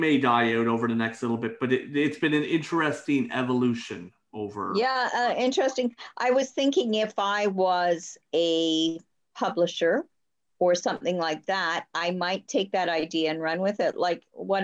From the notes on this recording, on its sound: Sit around the Zoom table hopefully for the last time with hot beverages.